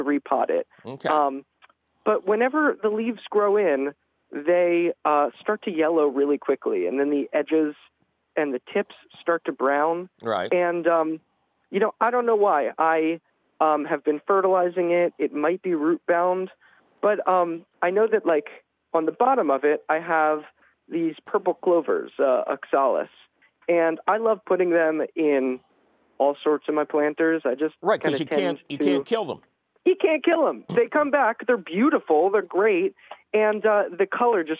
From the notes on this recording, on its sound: Your fabulous phone calls!